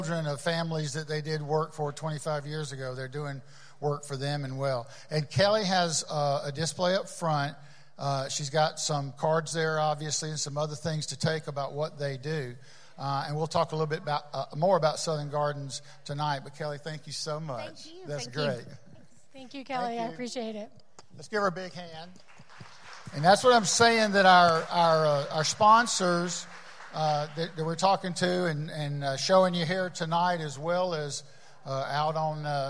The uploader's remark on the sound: Live From The Loveless Barn.